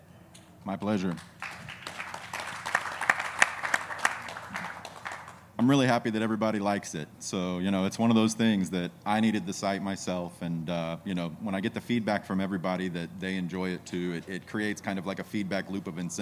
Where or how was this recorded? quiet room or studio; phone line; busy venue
busy venue